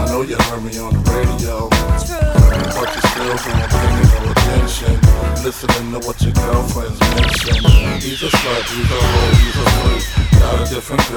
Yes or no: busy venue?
yes